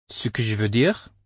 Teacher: tends to be said with a slight rising tone toward the last word